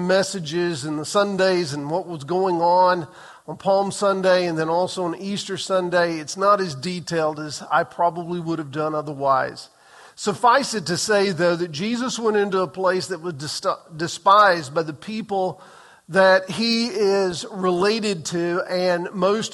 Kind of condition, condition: setting, large echoing room